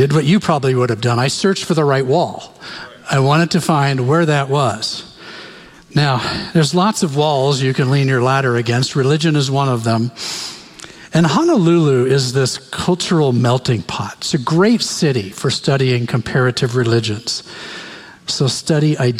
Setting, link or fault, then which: setting, large echoing room